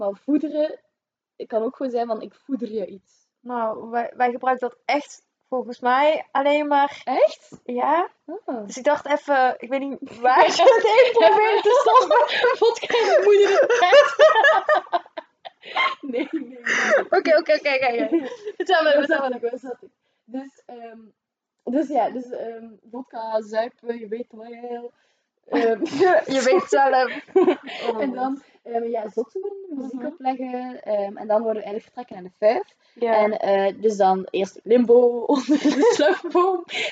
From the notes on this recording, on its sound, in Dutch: Eerste podcast, sorry voor het geluid, haha...